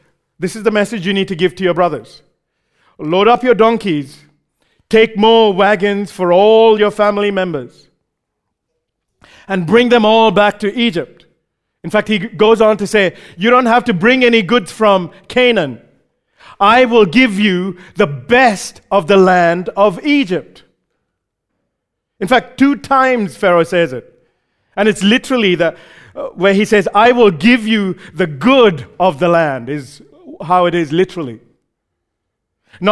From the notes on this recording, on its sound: recorded live at Grace Community Bible Church